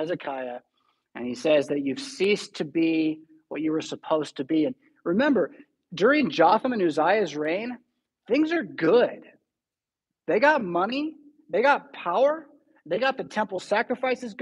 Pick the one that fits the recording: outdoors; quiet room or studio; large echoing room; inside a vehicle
large echoing room